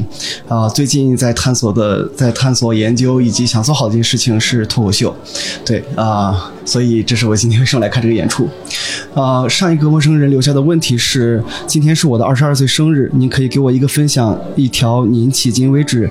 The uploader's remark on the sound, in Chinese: 发现喜剧周嘉年华。在这场嘉年华中，我们再次搭建起了“陌声人电话亭”，让来到这里的人们用声音相聚！它的规则很简单，就是走进电话亭，按下录音键。受限于收音条件，背景音会有些嘈杂，偶尔会有声音忽大忽小的情况，也有因为参与的观众没有念出自己的问题，而导致问题不连贯的情况出现。